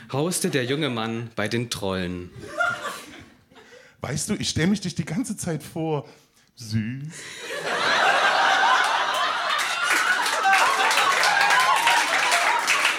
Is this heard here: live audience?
yes